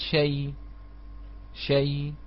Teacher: شين مفتوحة ياء ساكنة شيء بهذه الطريقة من غير تشديد، لأن التشديد يكون في باب الكيفية كيفية الإدغام، شيء فقط بهذه الطريقة لا نقول شيء، ويجوز عليه الروم، قلنا يجوز عليه الروم ويجوز عليه الإشمام لأن الياء أصبحت حركتها حركة الهمزة وهي الضم شيء وشيء بالإشمام. · Term: النقل